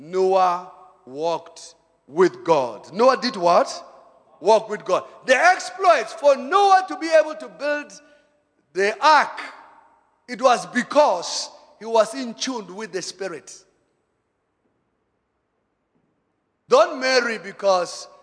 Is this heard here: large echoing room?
yes